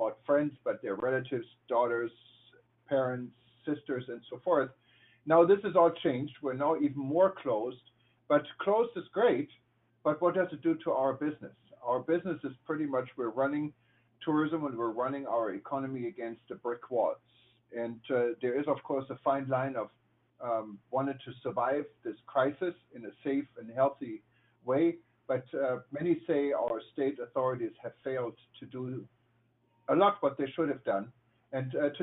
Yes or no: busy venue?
no